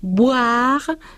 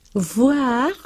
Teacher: Si juntan los labios para decir B y en cambio hacen el sonido casi F de la V, labiodental, dicen ustedes cosas muy distintas según utilicen uno u otro, un fonema u otro.